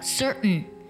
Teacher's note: 那我在读 certain 的时候呢，特也有做一个鼻音的爆破，特的音就不见了